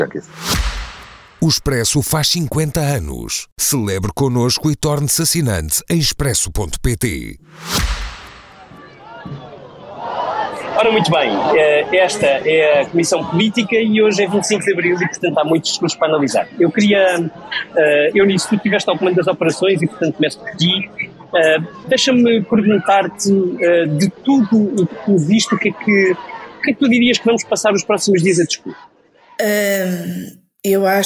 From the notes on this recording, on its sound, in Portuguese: Esta Comissão Política, gravada em plena manifestação na Avenida da Liberdade.